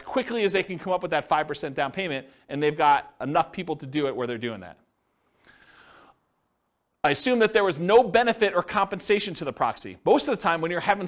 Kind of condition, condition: setting, live audience